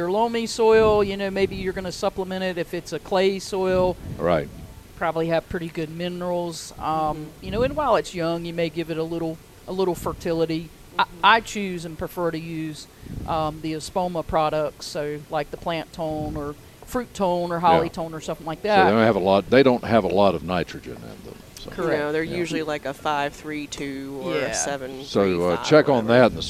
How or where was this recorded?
busy venue